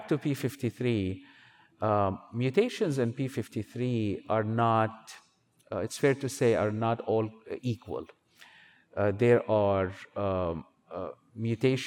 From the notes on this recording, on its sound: based on a recording at the 2023 USCAP Annual Meeting